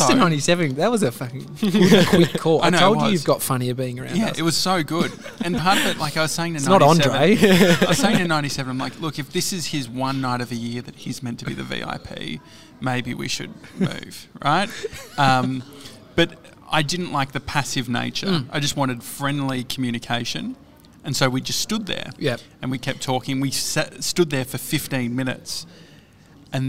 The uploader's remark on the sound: Today we're live from our favourite cafe, Au79!